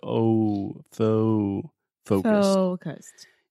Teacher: the first o sound in the word focused this is a pretty intense moving vowel